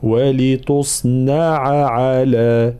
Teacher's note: طبعا انتباه في قوله تعالى ولتصنع على، لابد من معناها بيان العين الأولى ثم العين الثانية، معناها فصل الحروف